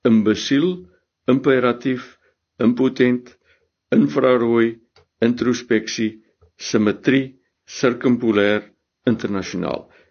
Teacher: die i wat ons skryf word deur 'n schwa gegee in die uitspraak, of ons kan anders omredeneer, ons kan sê wanneer die schwa gebruik word, word dit deur die i voorgestel wanneer ons die woord skryf.